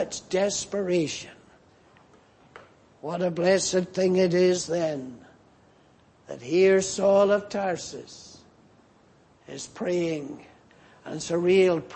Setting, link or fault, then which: setting, large echoing room